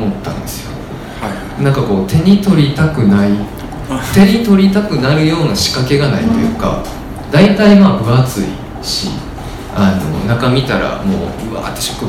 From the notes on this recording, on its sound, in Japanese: 微花』×『つち式』のトークイベント（恵文社一乗寺店）の音声。